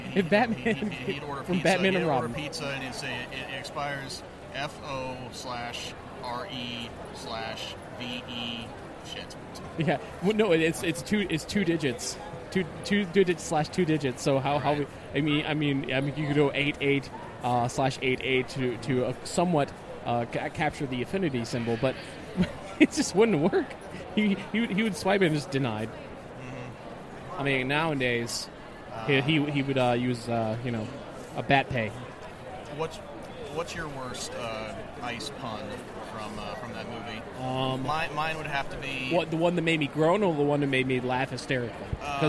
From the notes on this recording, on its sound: We continue our coverage live from the floor of Awesome Con 2016!